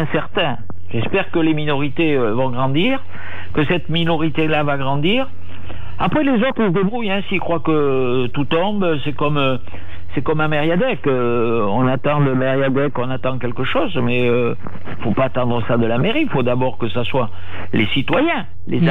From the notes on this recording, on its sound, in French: Malgré le confinement, FLIRT est réalisé par téléphone.